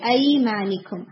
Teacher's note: ٹھیک ہے، پھر اس کے بعد دیکھیے ایمانکم، ای پر کیا ہو رہا ہے، حرف لین ہے صحیح، اور اس کو کتنا کھینچتے ہیں، نہیں حرف لین کو in between one and to, one and half almost